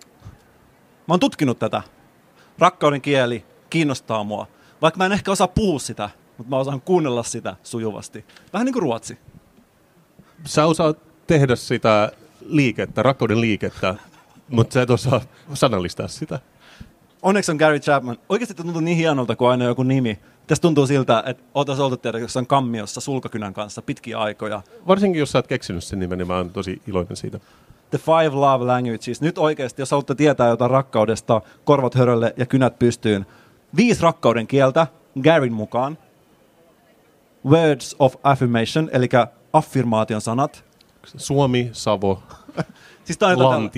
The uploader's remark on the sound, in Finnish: Senaatintori LIVE. Poddaavat elävän yleisön edessä Senaatintorilla.